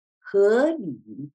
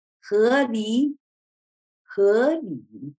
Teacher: Do you hear how the third tone dips down more?